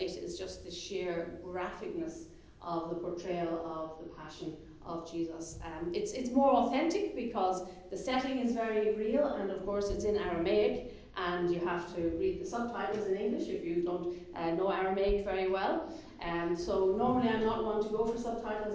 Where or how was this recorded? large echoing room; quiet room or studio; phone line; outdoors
large echoing room